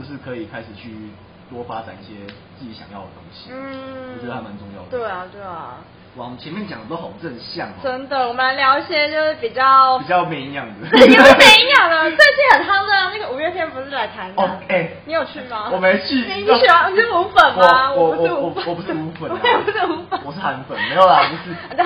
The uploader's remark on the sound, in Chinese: 因為錄音地點附近是校園所以會有鐘聲XDD還請大家多多見諒ㅠㅠ。因為是頻道草創時期，所以有雜音或是音質上的問題還請大家見諒。